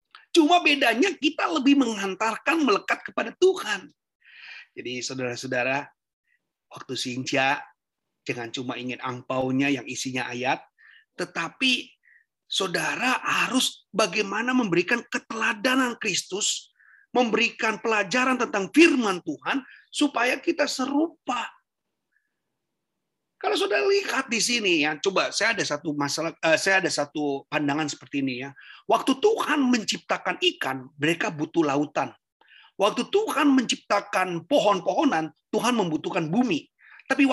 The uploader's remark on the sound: Audio Zoominar